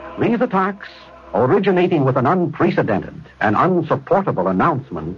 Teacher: He trilled his R's and dramatically overemphasized his E's, giving his speeches a dramatic flair.